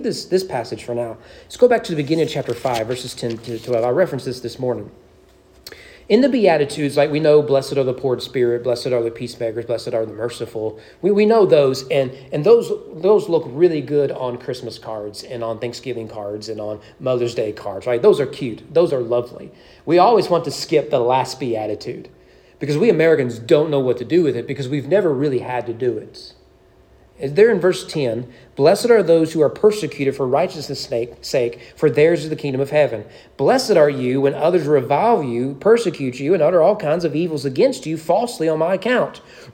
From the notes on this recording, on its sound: Sermon preached at East Frankfort Baptist Church on January 7, 2024 during evening worship.